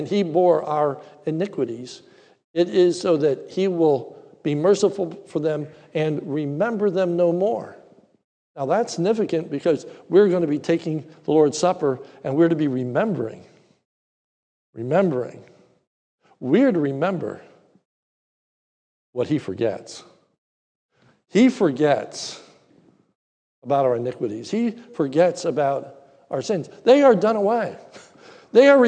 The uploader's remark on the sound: This is a sermon recorded at the Lebanon Bible Fellowship Church in Lebanon, PA during the morning service. Was preached during our celebration of Communion.